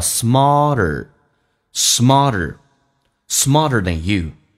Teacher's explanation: feed 喂养的意思。Alright，你只是把你的钱供给那些比你更聪明的人。Just 的 t 去掉，气流不用阻塞，因为前面是一个 s，是一个辅音，就变成 you're justfeeding，长元音嘴角往后咧一点 e， feeding your money to someone smarter thanyou。美式发音都需要卷舌，前面是重度卷舌，后面是轻度卷舌，同时 t 要浊化成 d